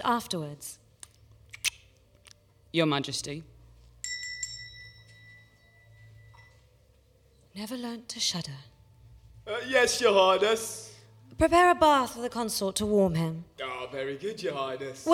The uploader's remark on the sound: Performed live as part of A Very Grimm Christmas. Not for the faint of heart, some of the audience fainted.